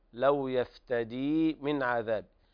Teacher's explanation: من عذاب حكمها الإظهار لوقوع العين بعد النون الساكنة